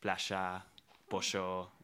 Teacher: the double L in Argentina is like a sh sound